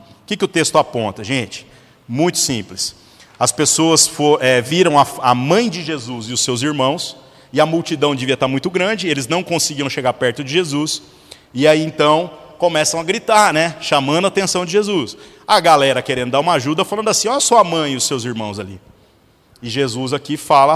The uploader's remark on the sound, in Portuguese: gravado em 23/05/2018 na Igreja Sal da Terra - Manifesto, em Uberlândia-MG